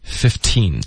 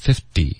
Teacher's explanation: 在美式发音中特别简单、15会保持一个特的音15，好， 50会浊化这个特音50